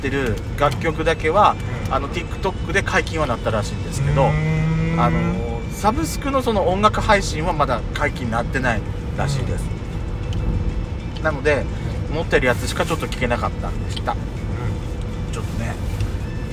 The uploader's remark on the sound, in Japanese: ドライブ収録 #ロードノイズごめんね。